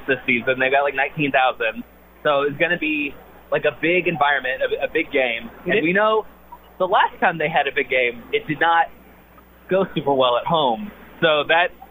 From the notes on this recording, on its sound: live from The Soccer Ball